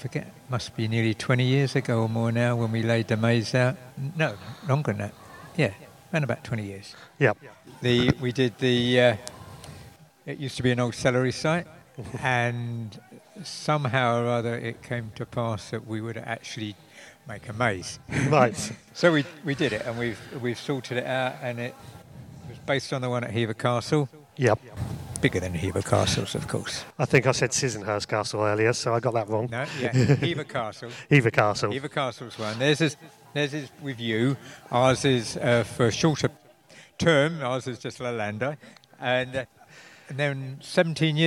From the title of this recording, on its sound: Recorded live from the maze garden